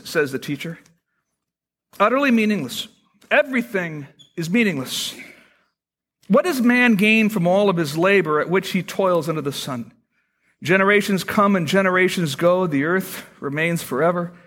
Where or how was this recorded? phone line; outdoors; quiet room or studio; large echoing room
large echoing room